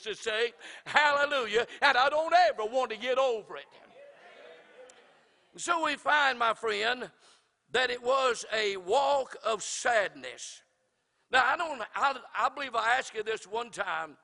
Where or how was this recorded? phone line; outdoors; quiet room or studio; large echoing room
large echoing room